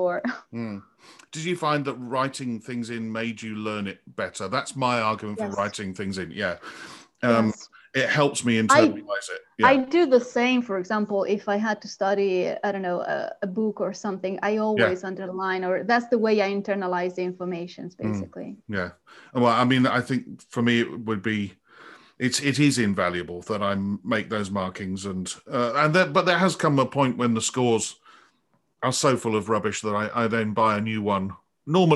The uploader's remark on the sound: This interview was recorded on 11th February 2021 via Zoom.